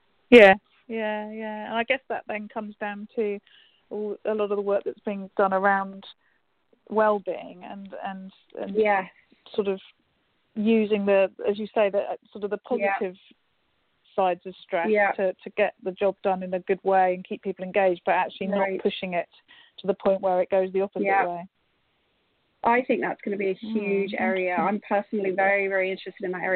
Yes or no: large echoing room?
no